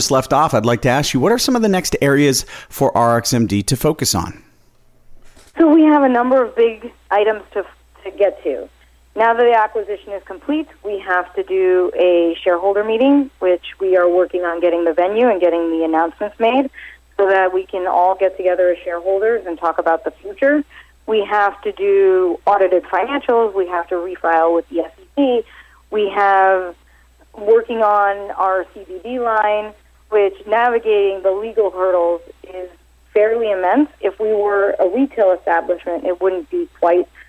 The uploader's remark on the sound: called in to SmallCapVoice.